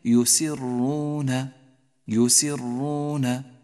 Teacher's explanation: دقق في حرف الراء من هذه الكلمة يسرون، ولاحظ طريقة نطقك لهذا الحرف، أي إياك أن تكرر الحرف، لا تقول يسرون ولكن يسرون يسرون.